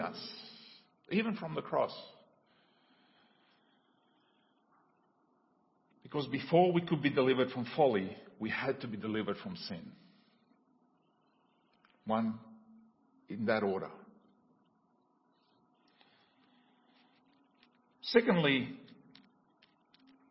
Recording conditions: large echoing room